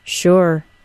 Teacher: We can also have a stressed sure, which acts to emphasize the idea of yes.